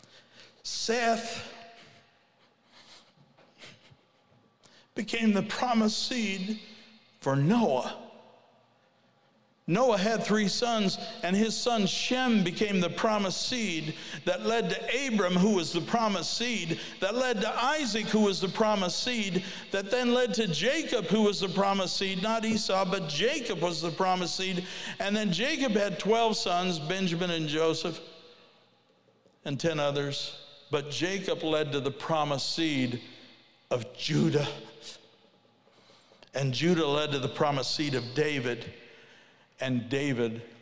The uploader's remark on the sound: Ignite '22: Keynote Speaker.